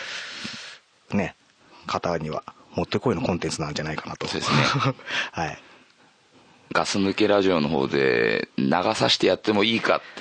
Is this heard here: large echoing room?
no